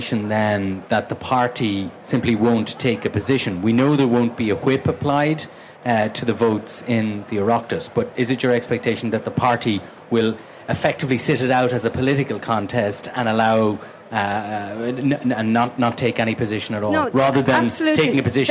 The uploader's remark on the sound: Live at the Ard Fheis. Inside Politics has made the short trip from its office to the RDS where a resurgent Fianna Fáil are holding their annual Ard Fheis.